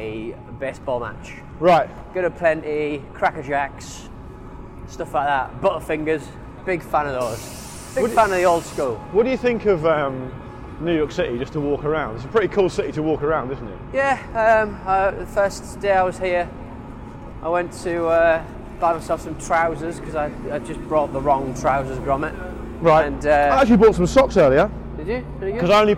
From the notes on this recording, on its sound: 7th Avenue NYC. It's a special show today recorded on the bustling streets of New York City!